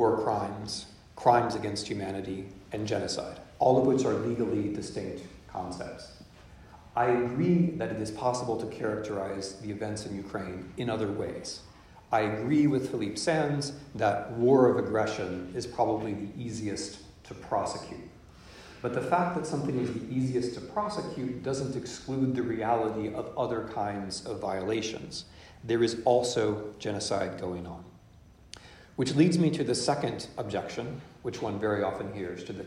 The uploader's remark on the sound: In this lecture, delivered at Boston University on 28 October 2022. In this lecture, delivered at Boston University.